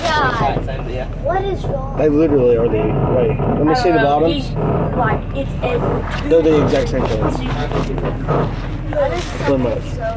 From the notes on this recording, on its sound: this is a real recording from my school bus